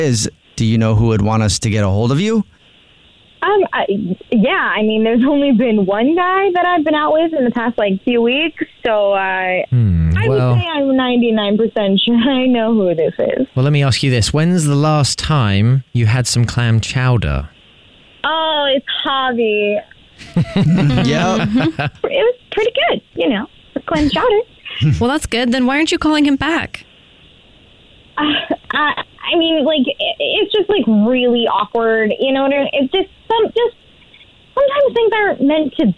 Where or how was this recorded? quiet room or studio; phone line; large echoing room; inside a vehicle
phone line